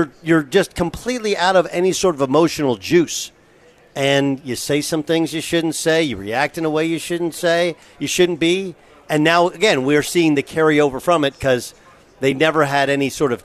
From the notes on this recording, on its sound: live from the US Open at the Los Angeles Country Club!